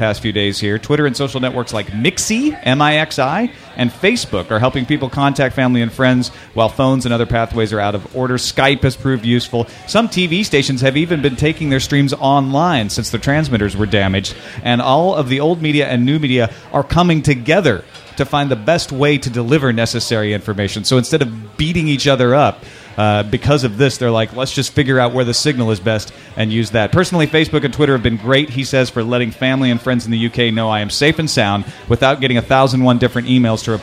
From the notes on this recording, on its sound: Live from SXSW